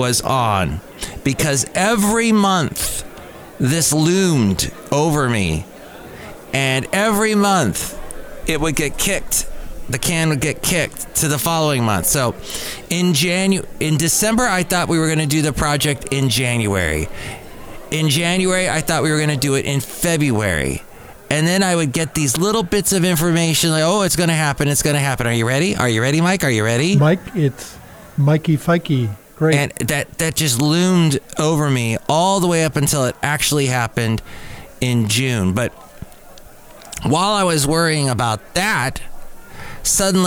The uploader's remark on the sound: podcasts live from Cafe Anyway